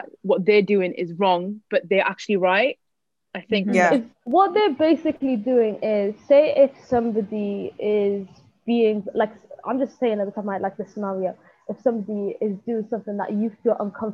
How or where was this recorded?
video call